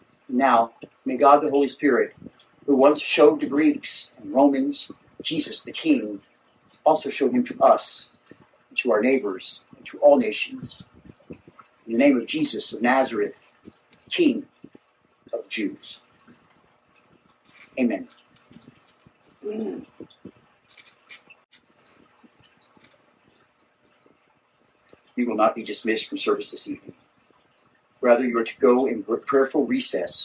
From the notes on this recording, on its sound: Please enjoy this recording of our entire Good Friday Service